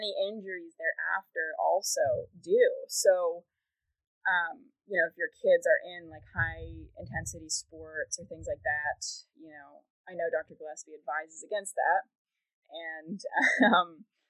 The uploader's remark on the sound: this episode was recorded via Zoom, so the sound quality may be interrupted periodically